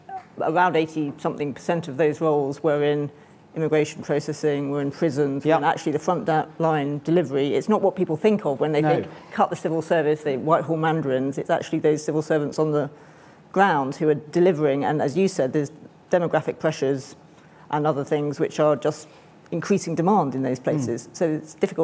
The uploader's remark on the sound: For a keynote speech at Government 2024, the IfG’s annual conference with Grant Thornton UK LLP.